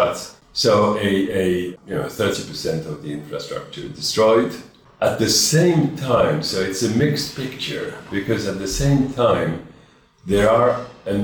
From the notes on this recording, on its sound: Live from AIDS 2022 in Montreal. Recorded during the International AIDS Conference in Montreal, Canada, on July 31st.